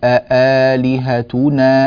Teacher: كذلك ننبه إلى تحقيق الهمزتين في كلمة أآلهتنا، فنقول نحقق الهمزتين معا، ولا نأتي بإحدى الهمزتين ضعيفة في رواية حفص عن عاصم، فنقول وقالوا أآلهتنا، هذا النطق الصحيح.